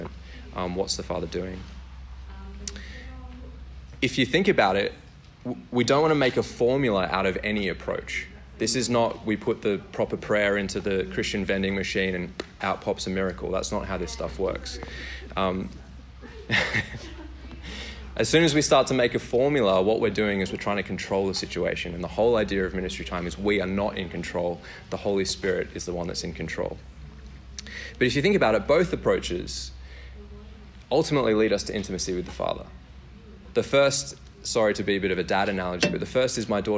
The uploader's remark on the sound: workshop given at Vineyard Australia National Conference in Caloundra